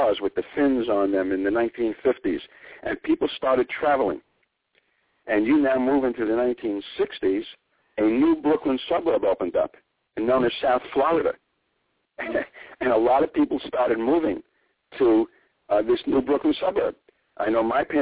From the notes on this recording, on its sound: calls in this evening